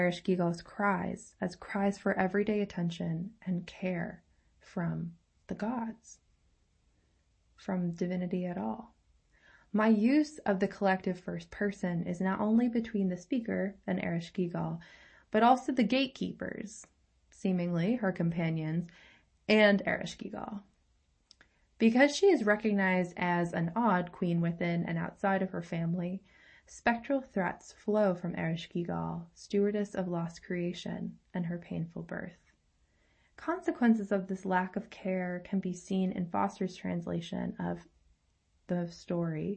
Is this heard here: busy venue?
no